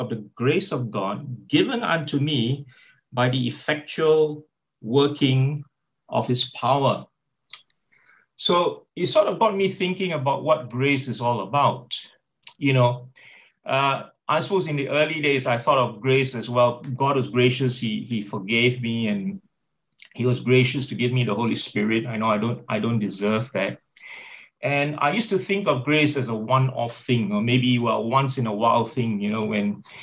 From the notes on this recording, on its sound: Talk 2 from the Wednesday United zoom meeting.